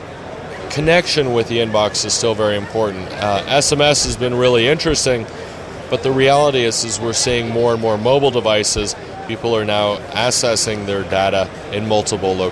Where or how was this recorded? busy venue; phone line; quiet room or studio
busy venue